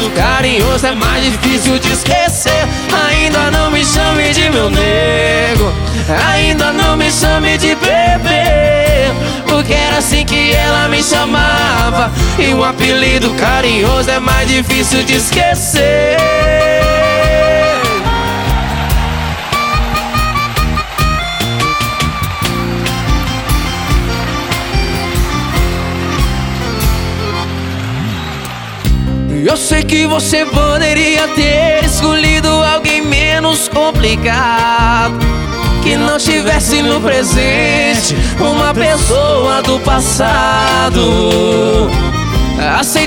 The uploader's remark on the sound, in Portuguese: Álbum gravado ao vivo.